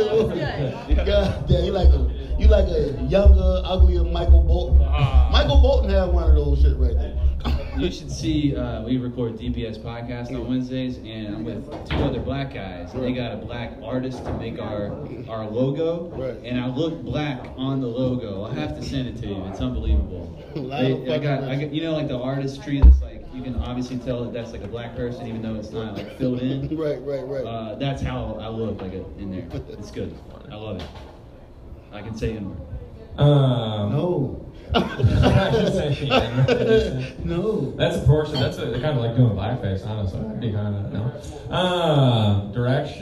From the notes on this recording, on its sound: Recorded live at the SandBar in Irmo SC.